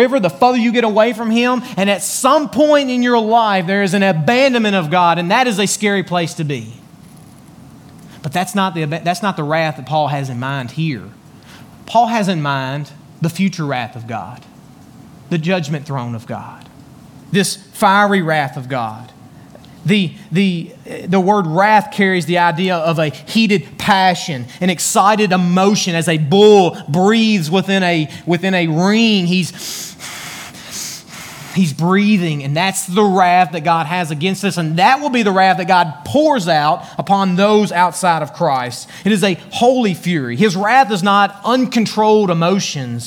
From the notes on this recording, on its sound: Join us today from Beaver Baptist Church in Brighton, Tn.